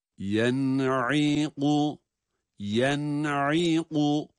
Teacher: Önce yen diyoruz, sonra ayn harfini boğazı sıkara çıkarıyoruz.